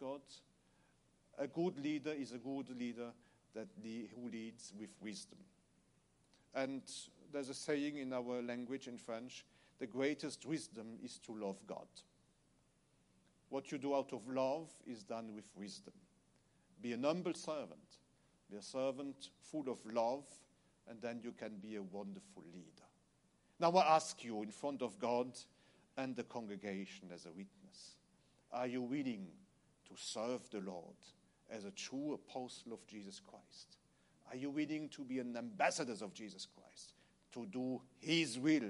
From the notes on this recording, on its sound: Recorded Service of New Apostolic Church USA 2019. In Charlote , NC , USA.